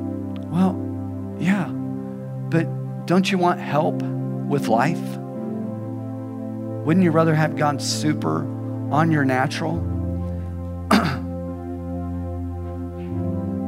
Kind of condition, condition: setting, large echoing room